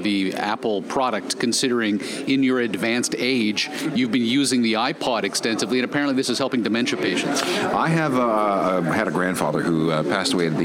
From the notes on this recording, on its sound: We’re live on location at the Toronto Downtown Record Show